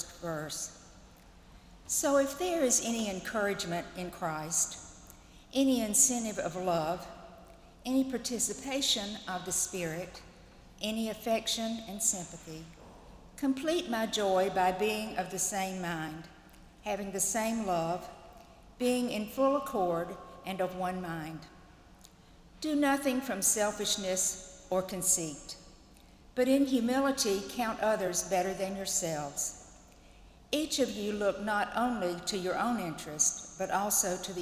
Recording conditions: large echoing room